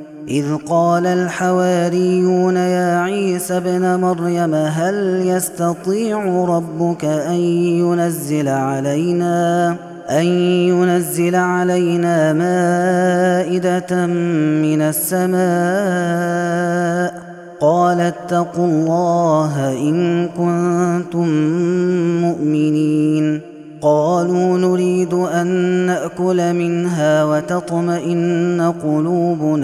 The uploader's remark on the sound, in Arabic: هذا التسجيل من صلاة التراويح.